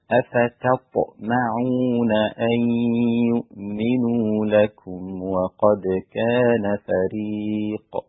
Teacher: كلمة أفتطمعون، الطاء هنا مفخمة، قبلها تاء مرققة وبعدها ميم مرققة، يبقى لازم أراعي التاء والميم. · Term: ترقيق الحروف المرققة